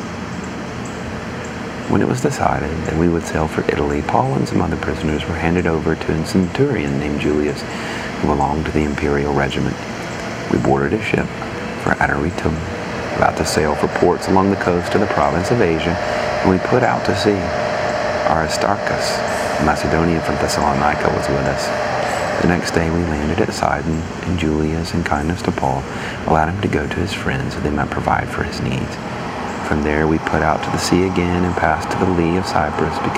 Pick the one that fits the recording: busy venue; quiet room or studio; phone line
busy venue